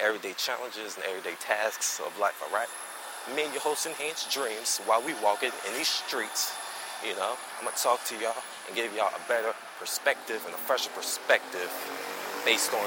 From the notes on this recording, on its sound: A 'Walk and Talk' type of show. While I go get some food.